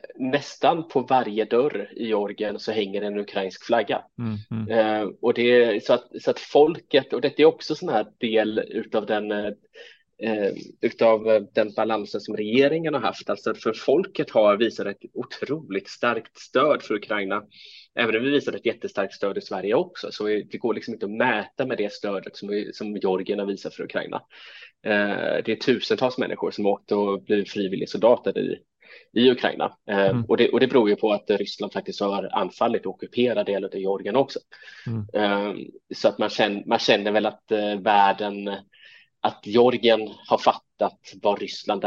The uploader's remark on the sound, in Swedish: På länk från Georgien.